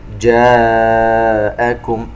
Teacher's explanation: مد متصل يمد بمقدار 4 حركات